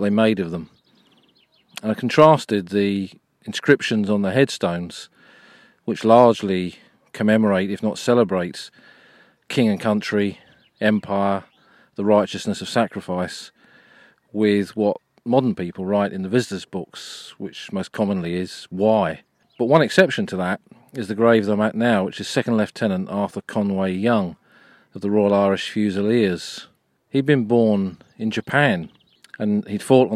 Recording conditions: outdoors